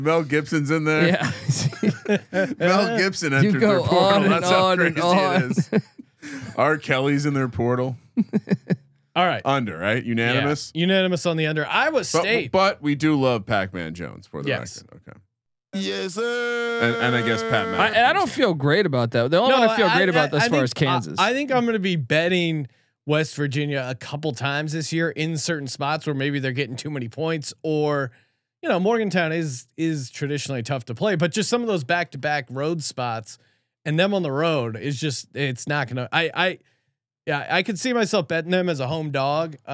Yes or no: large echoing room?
no